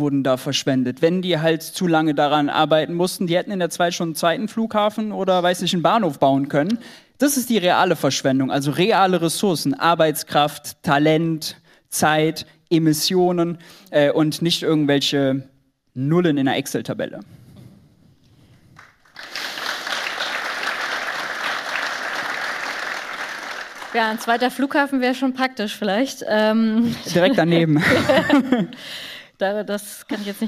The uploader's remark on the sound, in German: Aufnahme von der Buchvorstellung zu “GENUG!”.